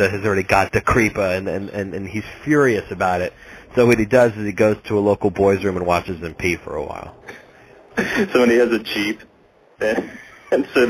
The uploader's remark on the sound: Live Morning Call-In Show